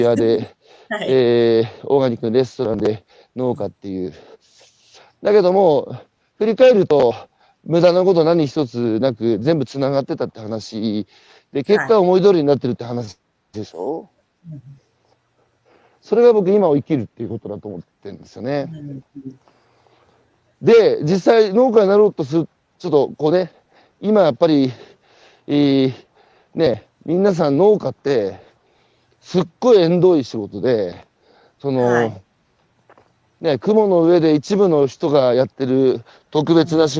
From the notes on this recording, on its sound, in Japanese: 歩きながら1時間、対談する。